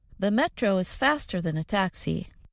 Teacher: you hear a reduced vowel, the schwa, instead of the sound, a